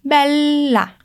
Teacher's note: Você percebe que não é bella, é bella. Vamos dar uma paradinha nesse L como se fossem dois L separados. · Term: doppia consonante